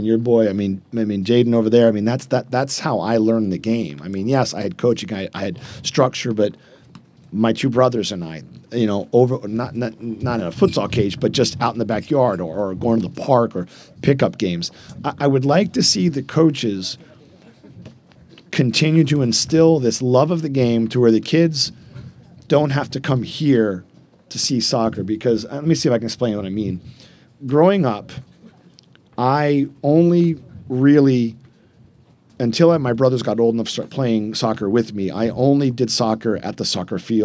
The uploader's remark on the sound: Live at the Eastern Shore Premier Cup